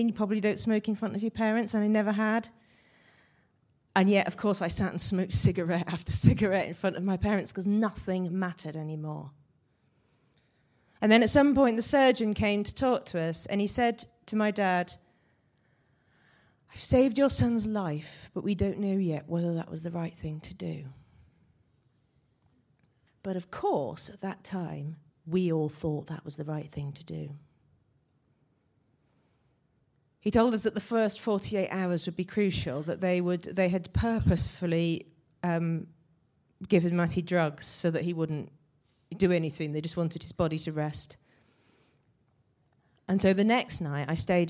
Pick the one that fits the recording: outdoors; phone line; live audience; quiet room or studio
live audience